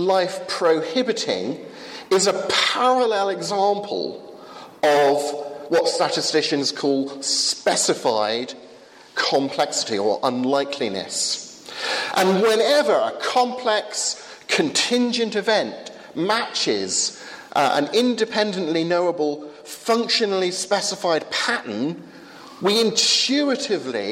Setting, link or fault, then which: setting, live audience